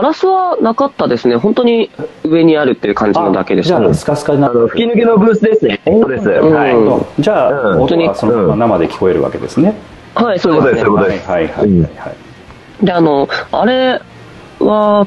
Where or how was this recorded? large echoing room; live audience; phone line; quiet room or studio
phone line